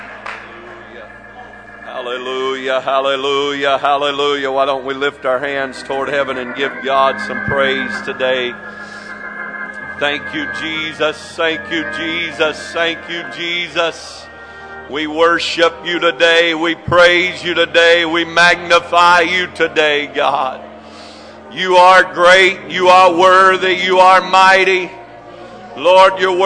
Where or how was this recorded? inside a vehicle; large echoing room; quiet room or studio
large echoing room